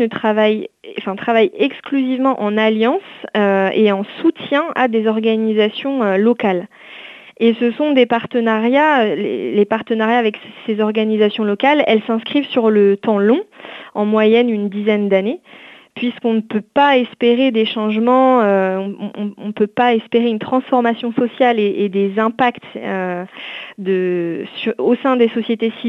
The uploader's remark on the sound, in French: reçoit aujourd’hui par téléphone